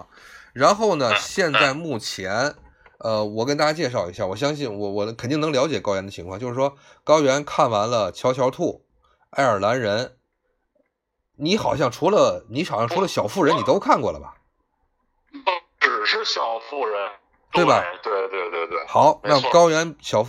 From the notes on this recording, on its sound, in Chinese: 今天是临时决定利用最简单的设备来录制一期补充节目。被圈养在天津家中没有设备随身。